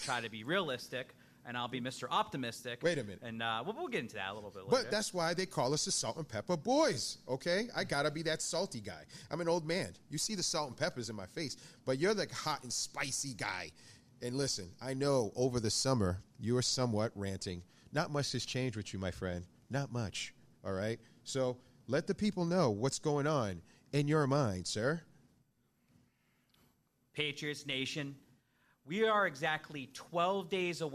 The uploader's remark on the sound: Boston Power Hour LIVE at Brockton Beer Company!